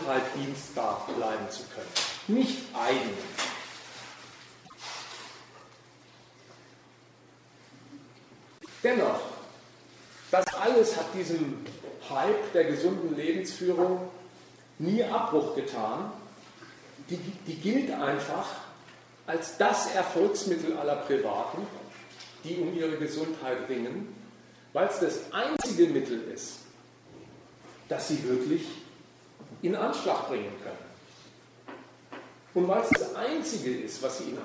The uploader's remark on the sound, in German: Wir bringen im Folgenden einen Mitschnitt des Vortrags